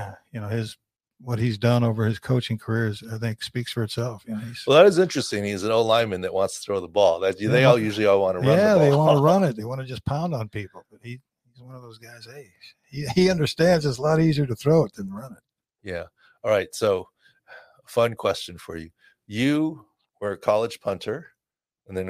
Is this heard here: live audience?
no